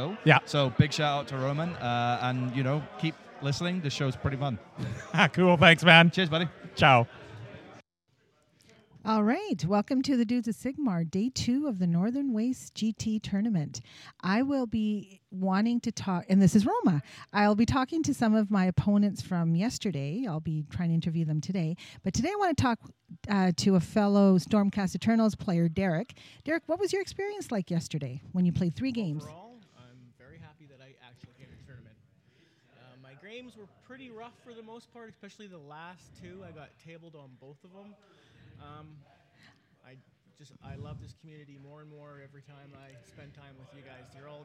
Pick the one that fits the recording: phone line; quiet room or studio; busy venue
busy venue